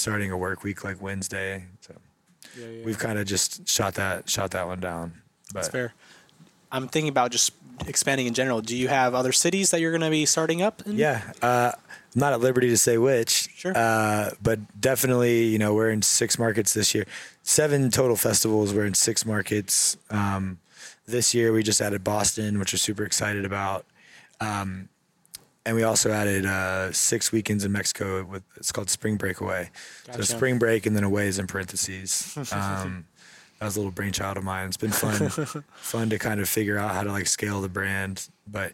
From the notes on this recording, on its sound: hanging out in the artist lounge at the Spring Carolina Breakaway Festival 2023!